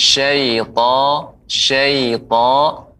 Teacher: pengucapannya ya suaranya naik akan tapi bibirnya tidak monyong